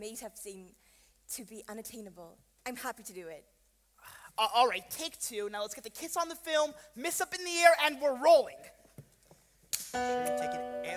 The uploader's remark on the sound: Featuring audio from the original performance